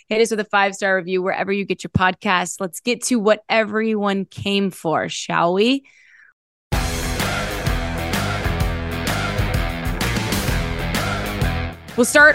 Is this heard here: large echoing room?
no